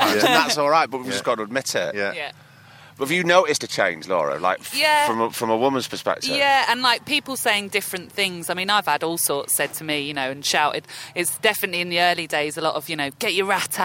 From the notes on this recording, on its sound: We went up to the beautiful Lowther deer park, got our culturally appropriative head-dresses on and recorded two banging episodes. This is a chat from down at the lakeside bar at Kendal Calling festival (forgive the distant drums).